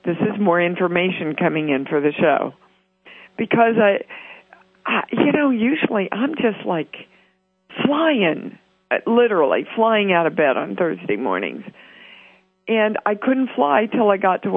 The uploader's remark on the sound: international call-in show Conscious Creation on the 7th Wave Network on Voice America